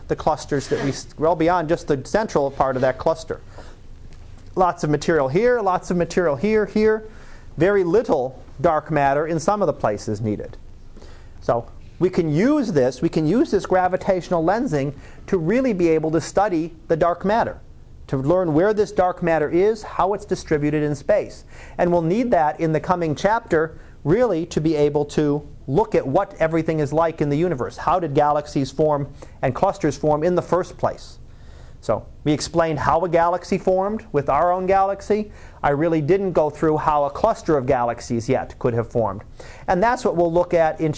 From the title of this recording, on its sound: Live Class Lecture